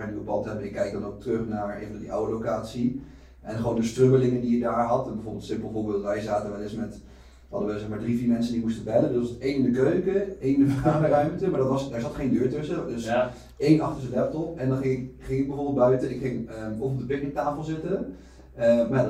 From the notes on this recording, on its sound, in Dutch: Helaas is er iets niet goed gegaan met de audio. Vandaar de lagere kwaliteit dan dat je van ons gewent bent.